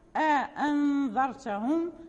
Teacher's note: أن قالون وورش يحققان الأولى ويسهلان الثانية، إذا جاءت الهمزتان مفتوحتان في كلمة واحدة أأنذرتهم، فهو يعني نافع بكماله، يحقق الأولى ويسهل الثانية.